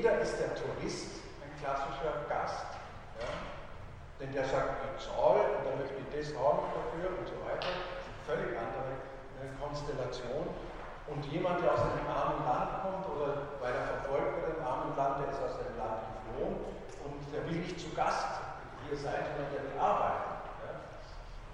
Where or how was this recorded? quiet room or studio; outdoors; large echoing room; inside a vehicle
large echoing room